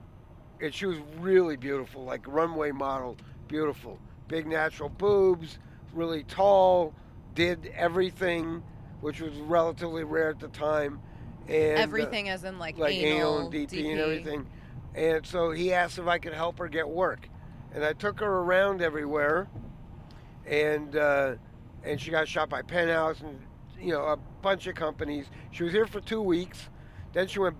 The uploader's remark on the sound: We recorded this on the drive to Vegas, so I slapped a telemarketer headset microphone thingie on his head and he was able to pod handsfree.